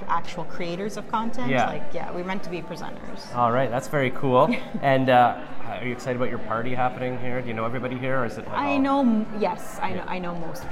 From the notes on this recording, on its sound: at their press launch (Sep 15, 2023) during #TIFF23